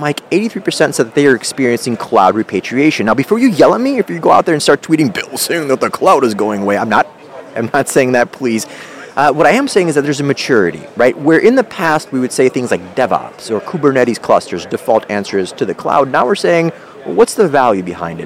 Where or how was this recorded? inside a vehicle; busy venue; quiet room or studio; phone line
busy venue